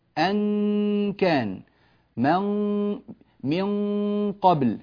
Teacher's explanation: عند الكاف أجعل لساني من الخلف في مخرج الكاف · Term: الإخفاء